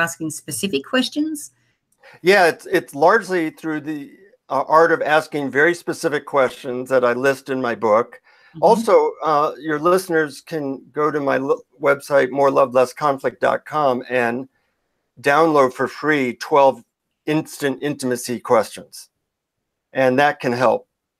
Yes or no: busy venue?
no